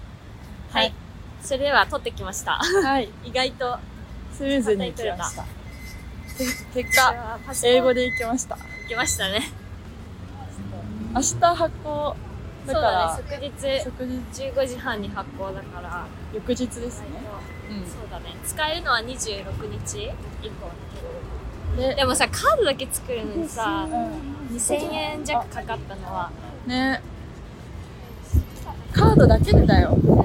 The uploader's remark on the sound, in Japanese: 10月末のリスボンは少しずつ寒くなってきました。歩きながらのお散歩フリートーク。